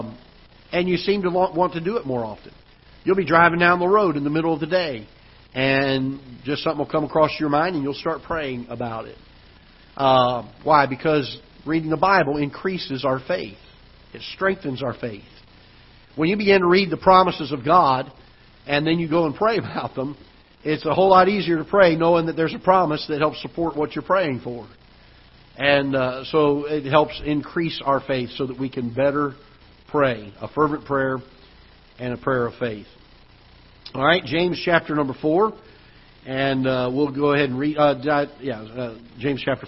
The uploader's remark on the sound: Ketha Heights Baptist Church ~ Live Broadcast